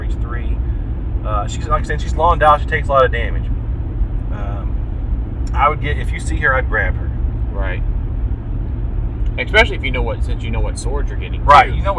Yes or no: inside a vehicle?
yes